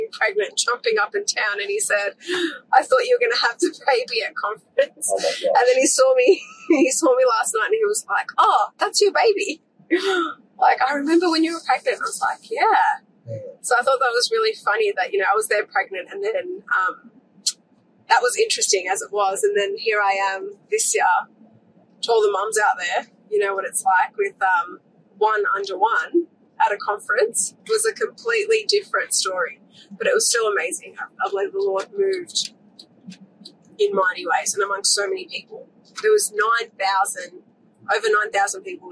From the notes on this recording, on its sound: Join us on an exhilarating journey as we dive into the heart of the 2024 Planetshakers Conference. Take you behind the scenes as they navigate the electric atmosphere of the conference, seeking out Christians willing to share their powerful testimonies.